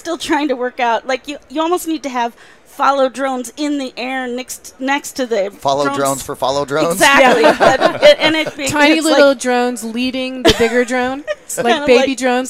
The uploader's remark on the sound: Live at NAB 2016. As they go live from the Advanced Advertising Theater on the event floor.